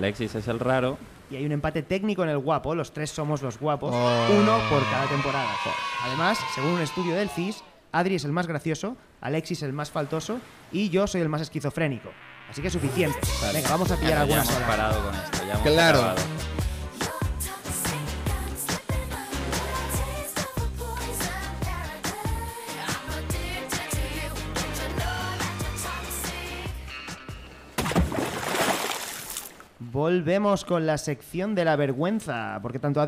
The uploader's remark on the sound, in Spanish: ¡En directo desde la playa!